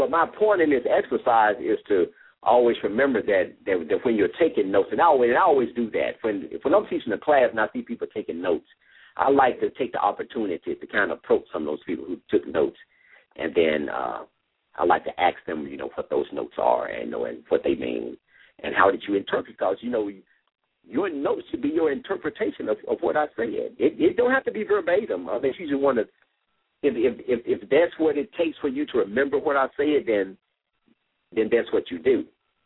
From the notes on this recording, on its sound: LML uses a progressive live call in format.